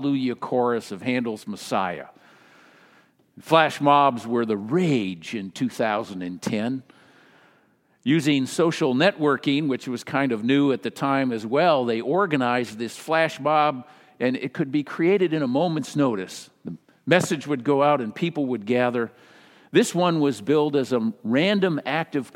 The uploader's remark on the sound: Message delivered during the Traditional Worship